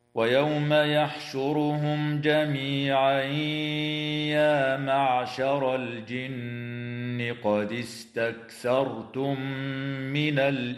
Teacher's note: وتخفى النون الساكنة عند السين مع الغنة في كلمة الإنس مع مراعاة ترقيق الغنة · تفخم الراء وصلا ووقفا في كلمة يحشرهم لأنها مضمومة